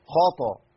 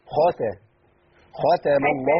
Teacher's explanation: انت فخمت التاء ابدلتيها بطاء · Shown in: first take